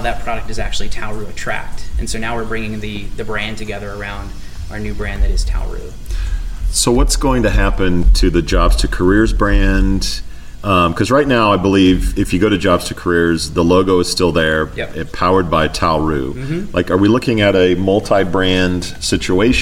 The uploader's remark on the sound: Live from SHRM Talent in Las Vegas